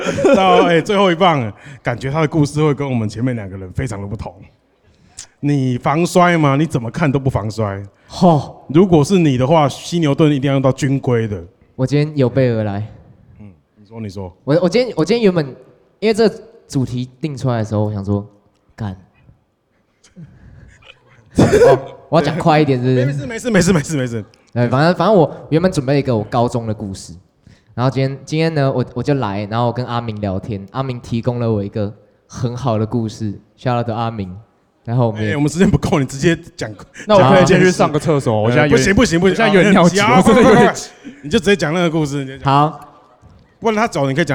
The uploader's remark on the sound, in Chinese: 首次 Live podcast。RHINO LIVE VOL.4 犀牛盾系列音樂專場。